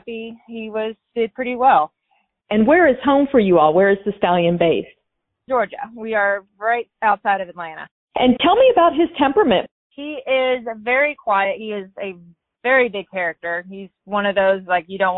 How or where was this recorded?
phone line